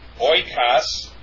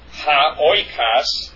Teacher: Notice the diphthong. Omicron. Iota pronounced oi.